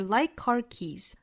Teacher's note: 这个 like 和 car 之间呢是可以省掉一个 k 的发音，也就是中间做自然过渡的话应该省掉 like 尾部的 k，也就是 like carkeys。 Hope is like car keys, hope is